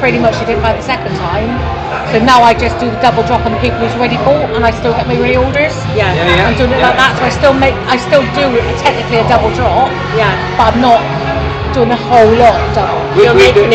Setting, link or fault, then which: setting, busy venue